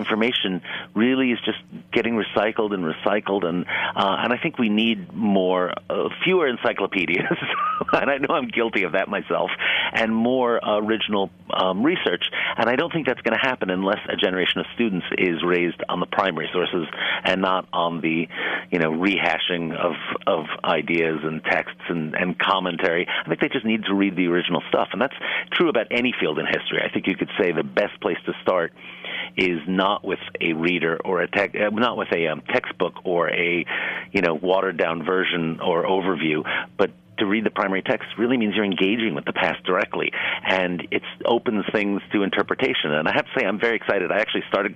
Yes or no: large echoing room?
no